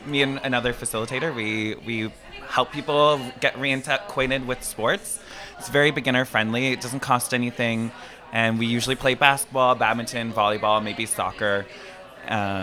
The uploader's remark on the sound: LIVE from Jane Bond. Head to Jane Bond in Uptown Waterloo to celebrate the opening of the front patio and the pedestrianized Princess St Block!